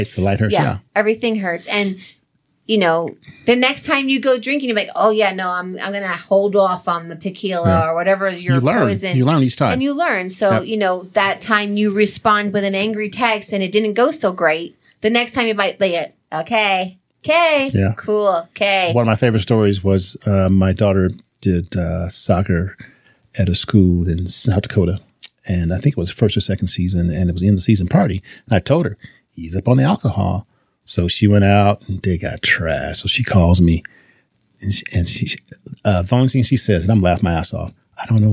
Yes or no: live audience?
no